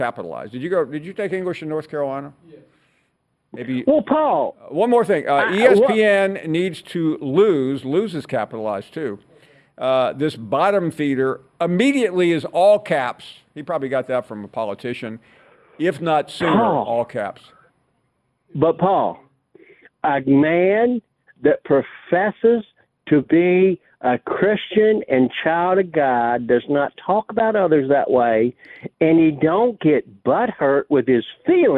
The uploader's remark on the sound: we continue with more of your phone calls